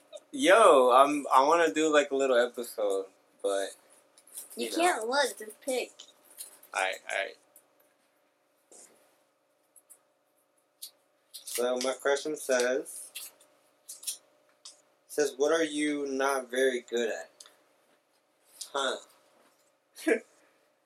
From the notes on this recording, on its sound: This is our first attempt at podcasting so we do apologize for the bad audio and awkward silences.